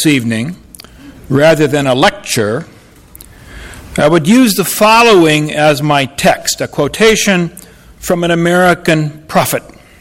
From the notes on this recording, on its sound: Audio recording of a lecture delivered on Apr.